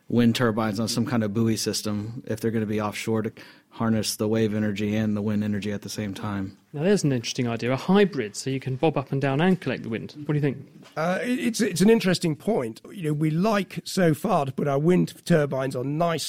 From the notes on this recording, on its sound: live from the Cambridge Science Centre